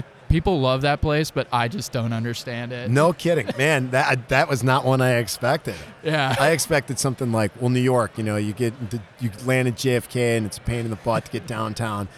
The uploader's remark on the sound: live from TPNx